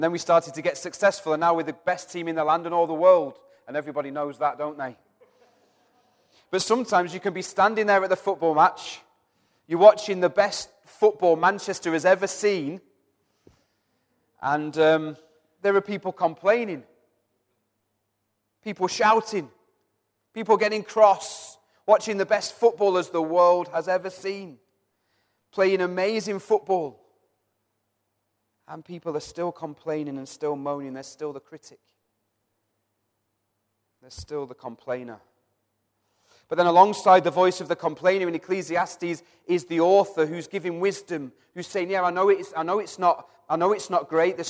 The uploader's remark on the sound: Recorded from our Sunday morning service. Metro Christian Centre.